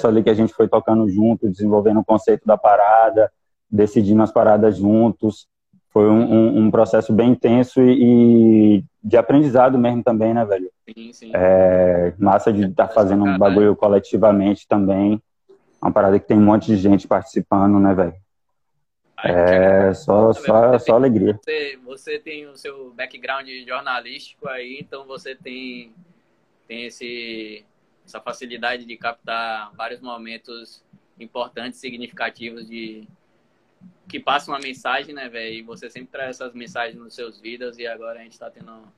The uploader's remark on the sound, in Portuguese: Live realizada via instagram